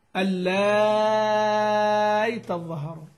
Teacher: وسهل البزي همزته بين بين في أحد وجهيه مع المد والقصر، والثاني له إبدالها ياء ساكنة مع إشباع الألف قبلها، وعلى هذا الوجه يجوز له في اللائي يئسن الإظهار مع سكتة يسيرة بين الياءين والإدغام، ويجوز لمسهله الوقف لمسهلة الوقف لمسهله إذا قرأت بالتسهيل يعني.